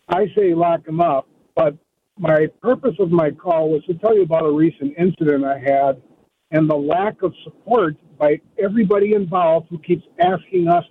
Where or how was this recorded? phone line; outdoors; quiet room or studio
phone line